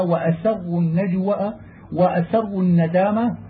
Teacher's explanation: يجب على القارئ المحافظة على بيان السين في موضعها بإظهار صفيرها فيخلصها بذلك من لفظ الصاد